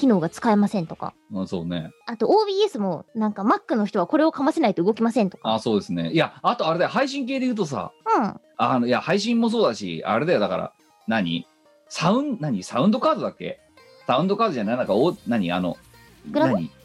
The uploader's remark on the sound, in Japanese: 本番組はリモート収録です。収録時環境の影響により、聴き取り辛い部分があります。